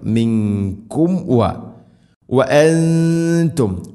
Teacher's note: മിങ്കും മിങ്കും വ, സാക്കിന മീമിന് ശേഷം വ വരുമ്പോൾ രണ്ട് ചുണ്ടുകൾ തമ്മിൽ തട്ടിച്ച് മീമിനെ പൂർണ്ണമാക്കണം